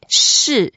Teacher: 式, is the fourth tone. So we go down.